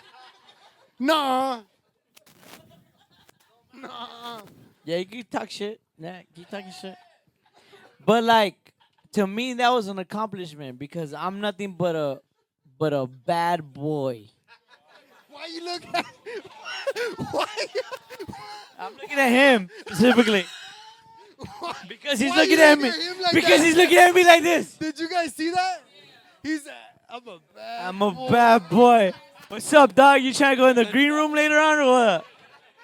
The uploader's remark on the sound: A wild ass crowd. The boys do current events with the crowd, we take suggestion topics from the crowd, an audience member gets stage time, we had a "stage dive" at a point.